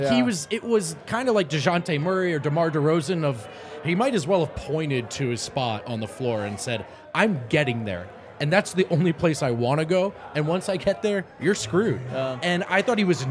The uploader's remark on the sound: live in studio from the DNVR bar